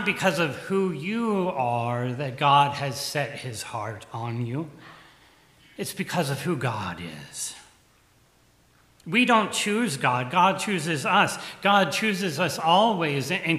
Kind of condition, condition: setting, large echoing room